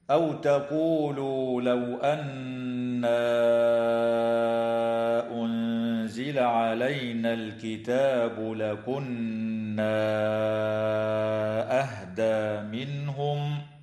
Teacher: نون مشددة تغن بمقدار حركتين في كلمة أن وفي كلمة لكنا، ومد منفصل في الألف التي قبل الهمزة في قوله تعالى: أن أنزل، وفي قوله تعالى: لكنا أهدى، يمد بمقدار 4 أو 5 حركات.